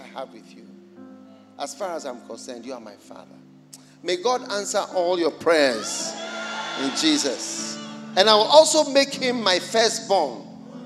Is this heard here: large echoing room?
yes